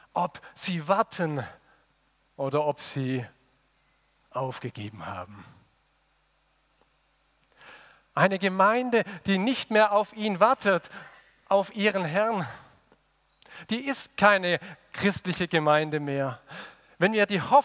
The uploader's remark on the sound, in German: aus dem Gottesdienst der Liebenzeller Mission